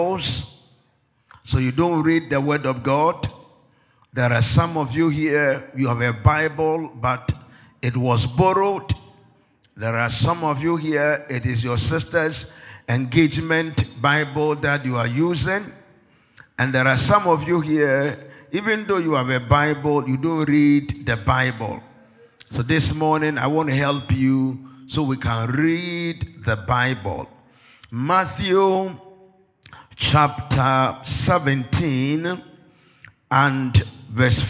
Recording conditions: live audience